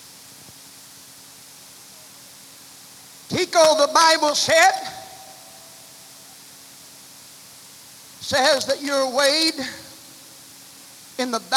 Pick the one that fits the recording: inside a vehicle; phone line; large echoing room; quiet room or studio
large echoing room